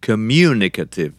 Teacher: communicative, is accentuated on mu